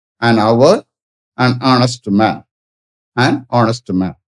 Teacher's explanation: the words hour and honest begin with a vowel sound as the initial consonant h is not pronounced